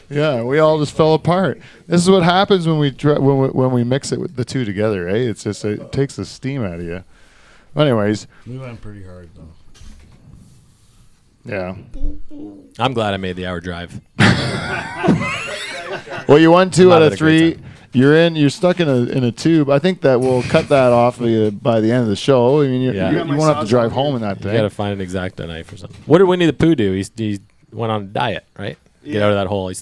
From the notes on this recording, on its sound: The Dutch Hall comes to you live this week from Turkey Point.